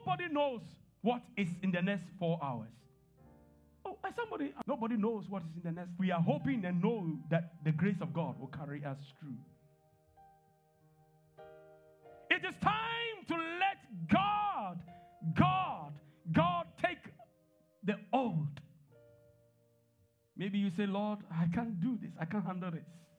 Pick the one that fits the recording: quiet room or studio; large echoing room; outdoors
large echoing room